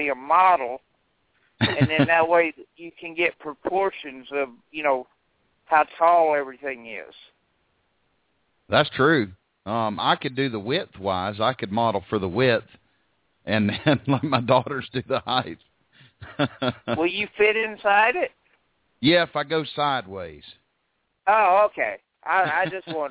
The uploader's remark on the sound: Live Call In Show